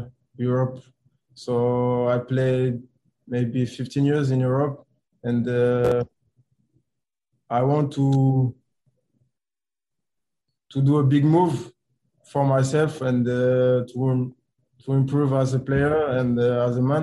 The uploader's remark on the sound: Media Video Conference Call.